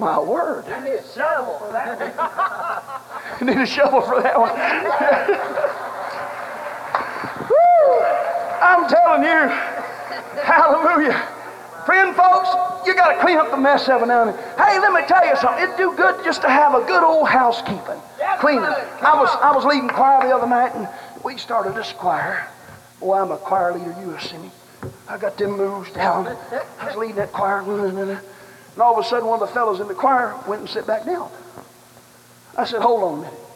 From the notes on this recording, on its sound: preached at an ALJC General Conference